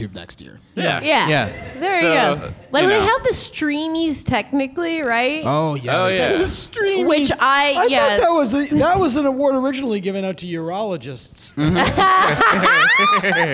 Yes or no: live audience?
yes